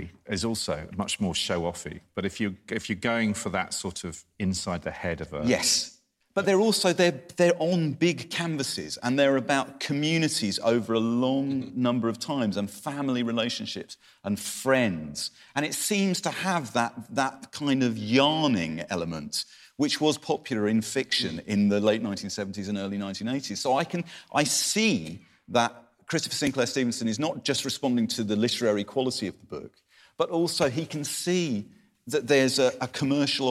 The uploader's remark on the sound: Special episode recorded live at the Guernsey Literary Festival.